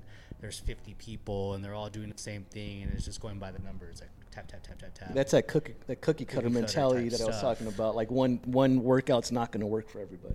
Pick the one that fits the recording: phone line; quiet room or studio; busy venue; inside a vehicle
busy venue